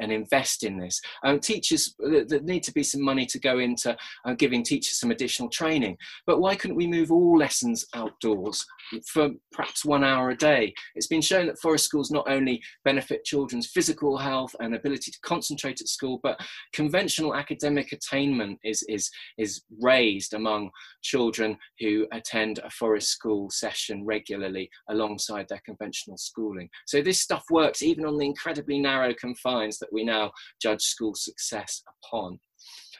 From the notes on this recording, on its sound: Recorded at our second online 5x15 in May 2020